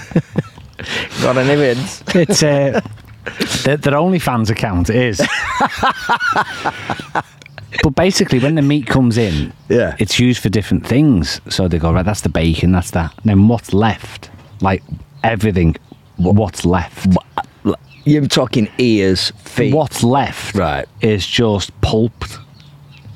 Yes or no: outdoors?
yes